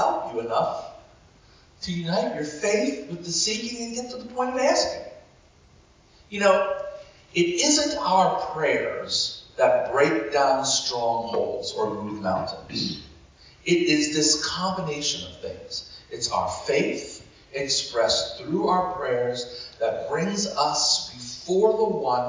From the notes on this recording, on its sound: Apologies for the audio quality this week. Due to some technical difficulties we couldn't record using a direct feed.